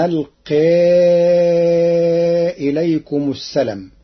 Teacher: قرأ ورش كلمة السلام بحذف الألف بعد اللام